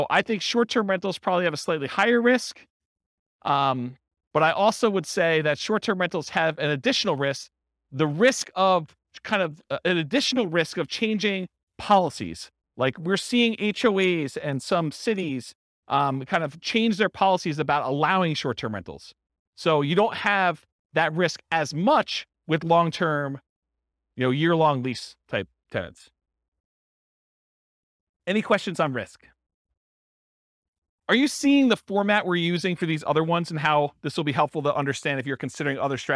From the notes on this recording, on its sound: This was a live class recorded